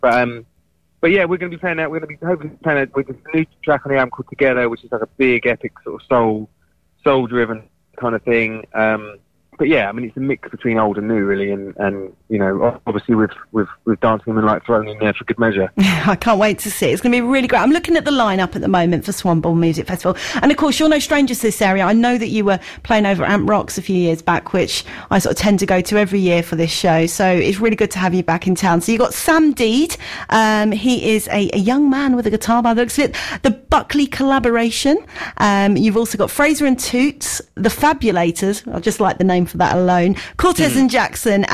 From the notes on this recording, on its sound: on the Phone